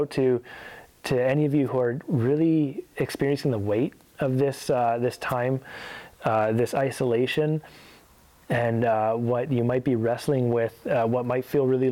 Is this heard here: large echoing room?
yes